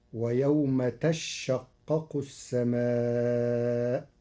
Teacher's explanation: قرأ ورش كلمة تشقق بتشديد الشين فتصير ويوم تشقق السماء، على أنه تتشقق فأبدلت الثانية شينا ثم أدغمت في الشين بعدها.